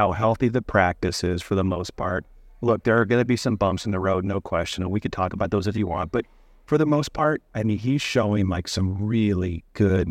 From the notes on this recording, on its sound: recorded at the Dental Trade Alliance meeting